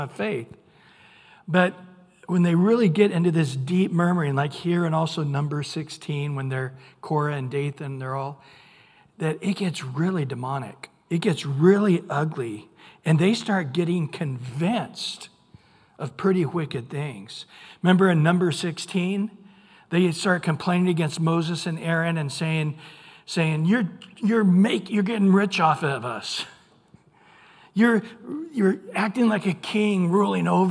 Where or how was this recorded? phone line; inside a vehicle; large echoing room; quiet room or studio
large echoing room